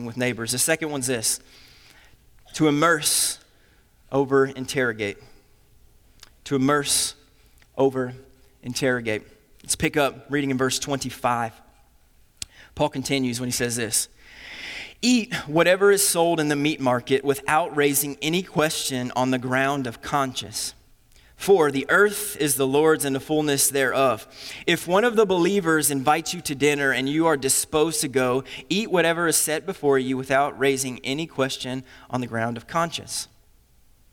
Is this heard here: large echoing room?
yes